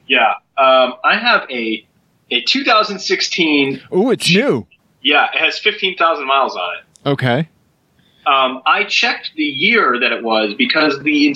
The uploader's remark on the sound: Are separated by most of the continent, but they're both on the good ship SS poor audio quality.